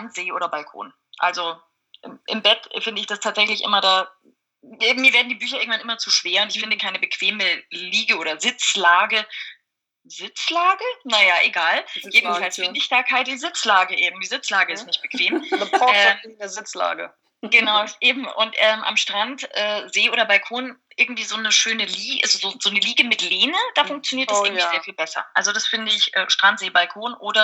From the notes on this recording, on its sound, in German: Entschuldigt bitte, dass die Tonqualität leider nicht auf dem üblichen Niveau ist, da das Interview via Skype geführt und aufgenommen wurde.